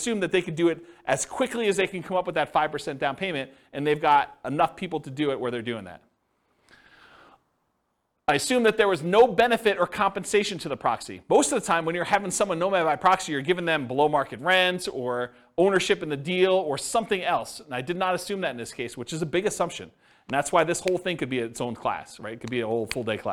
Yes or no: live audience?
yes